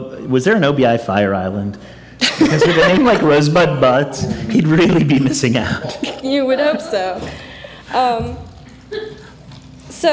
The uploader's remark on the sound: It&#8217;s our live show! It’s our live show! As part of the DSI Comedy festival, Sound Bites!